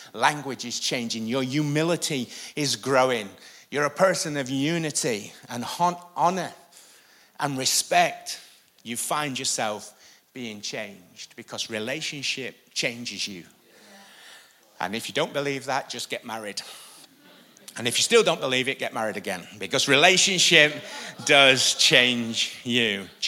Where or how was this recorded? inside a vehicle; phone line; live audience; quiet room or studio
live audience